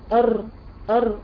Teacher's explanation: ارتعاد رأس اللسان عند النطق بالراء ارتعادا خفيفا نتيجة ضيق المخرج · نزول اللسان ورجوع مرة أخرى هو ده التكرير المطلوب. أر أر وليست أر، ما زودش الراء زيادة عن اللزوم، ولكن هي ارتعادة واحدة.